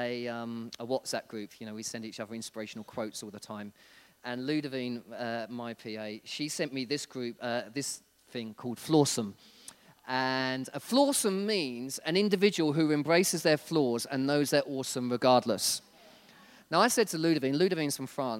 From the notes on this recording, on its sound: This was recorded at Skylark Church on 3rd November 2019